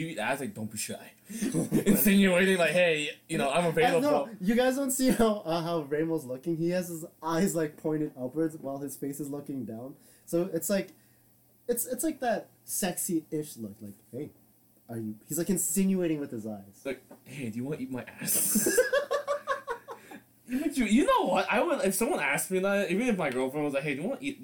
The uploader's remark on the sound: Old unreleased episode with old sound.